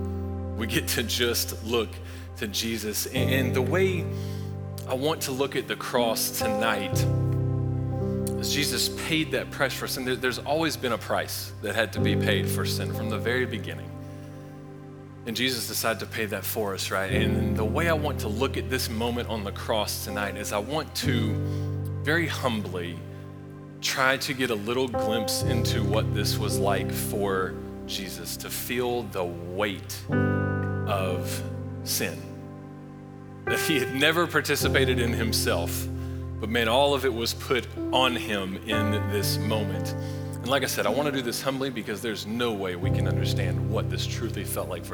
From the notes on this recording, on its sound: Recorded live at Long Hollow Church on April 4, 2023.